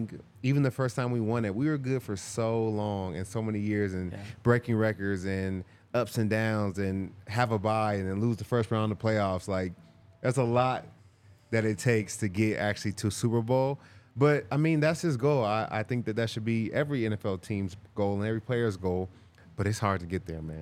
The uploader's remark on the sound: coming to you LIVE from the DNVR Bar